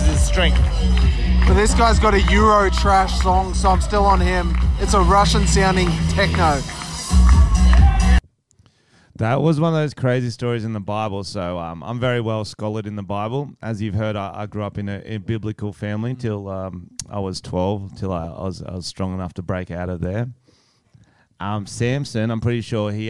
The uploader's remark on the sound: We went to an amateur MMA fight night at a pub & recorded voice memos during it.